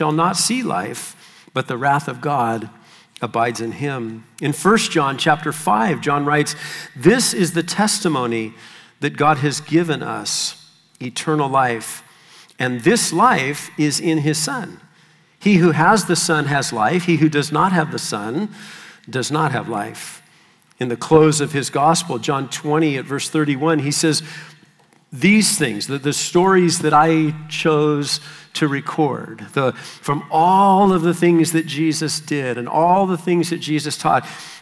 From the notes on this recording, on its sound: Session 3 of the 2023 South Florida Young Adults Conference